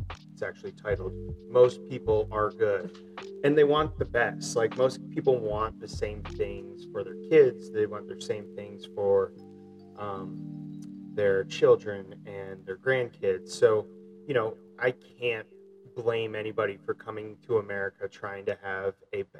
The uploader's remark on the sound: We had some technical issues, but the conversation was to important to rerecord.